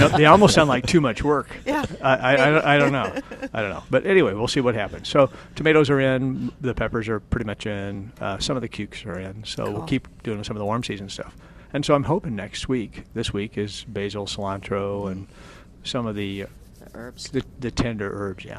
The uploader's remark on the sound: live from Prairie Gardens